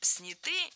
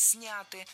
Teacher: В этом слове ударяем первый слог. · Shown in: second take